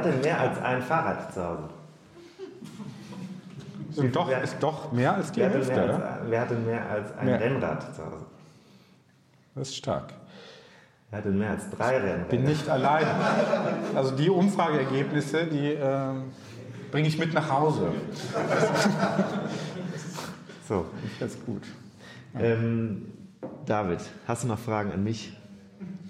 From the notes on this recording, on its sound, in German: Der Kleinkunstverein Altbau in Irsee im schönen Allgäu hat uns zu Lesung und Live-Podcast eingeladen.